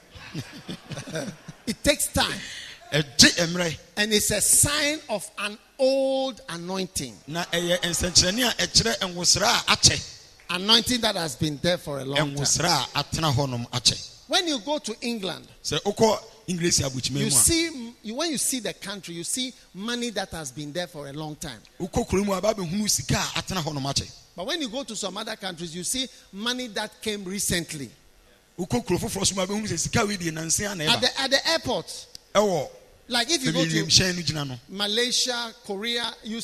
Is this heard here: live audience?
yes